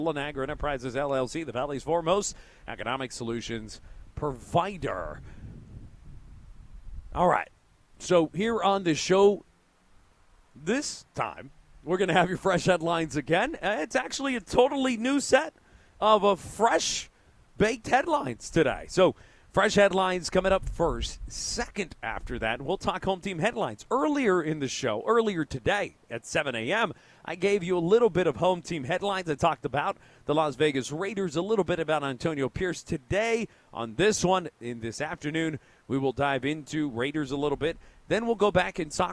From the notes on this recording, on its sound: Live at Meat Market. Two hours of live on location show.